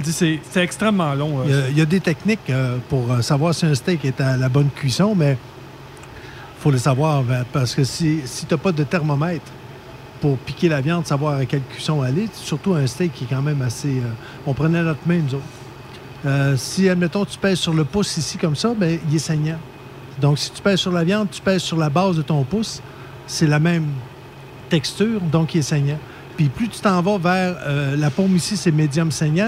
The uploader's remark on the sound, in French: En direct du Relais Routier Petit. Le truck stop accueillait Burrowes, Traction et TruckPro qui ont offert des repas gratuits aux camionneurs pour les remercier de leur travail en période difficile de la Covid-19.